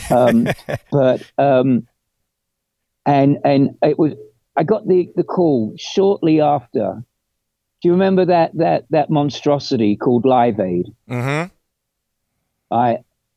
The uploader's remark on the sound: zoomed